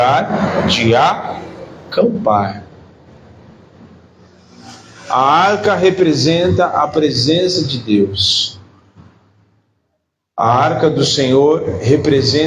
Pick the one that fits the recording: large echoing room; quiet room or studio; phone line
large echoing room